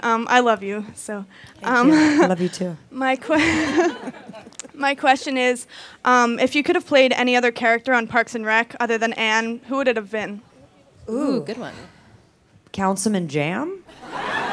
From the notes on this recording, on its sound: moderated discussion and audience Q&A